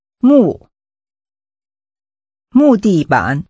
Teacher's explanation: Using a falling tone, say wood